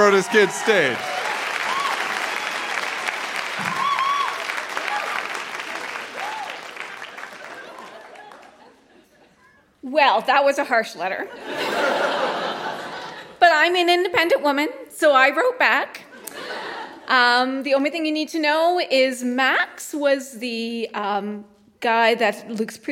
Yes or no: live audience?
yes